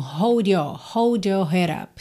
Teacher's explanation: Aqui, curiosamente, não temos aquele som de hold your head up, que seria uma junção bem comum, né, de uma palavra terminando em D com your, hold your head up, mas justamente pelo fato de termos aqui uma pronúncia mais britânica, é menos comum esse jo. Então o D fica mais D mesmo